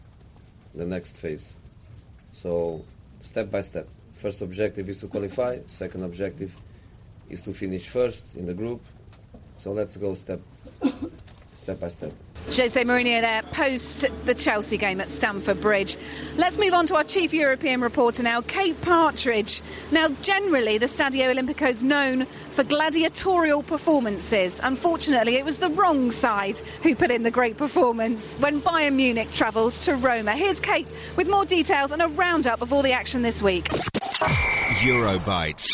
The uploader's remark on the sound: The Offside Rule (We Get It!) Euro Show is recorded post-match at White Hart Lane.